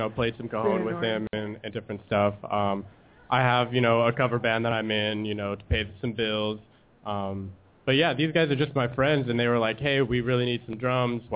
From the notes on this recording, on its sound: LIVE from the Ice House on Thomas Rd.